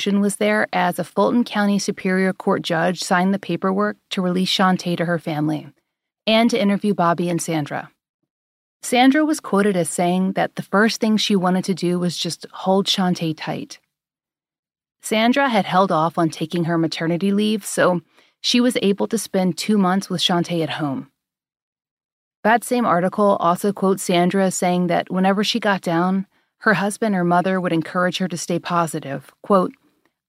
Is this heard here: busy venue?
no